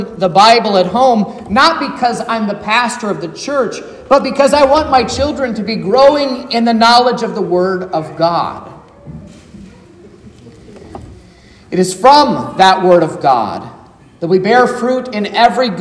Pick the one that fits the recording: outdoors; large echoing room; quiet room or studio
large echoing room